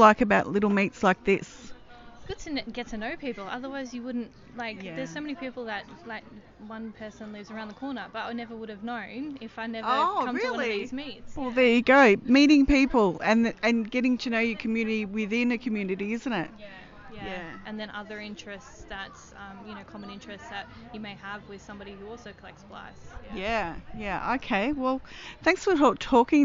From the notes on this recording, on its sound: Recorded at a mini meet. In Melbourne, Australia.